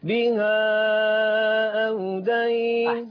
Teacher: أنت كده دخلت الآية بورش فأشبعت المنفصل، ورجعت وسطت الحفص